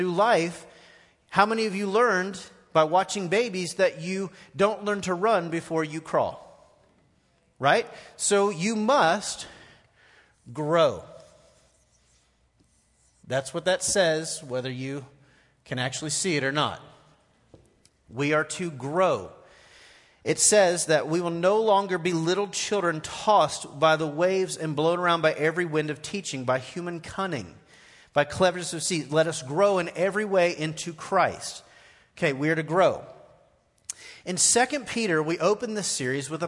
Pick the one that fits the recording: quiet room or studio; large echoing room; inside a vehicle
large echoing room